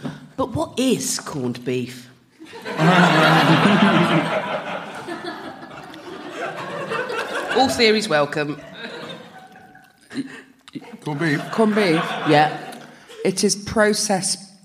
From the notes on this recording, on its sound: Live at the Machynlleth Comedy Festival. This episode was recorded live.